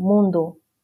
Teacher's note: en portugués, por ejemplo, la O al final decimos como la U, mundo. Y la E como la I al final.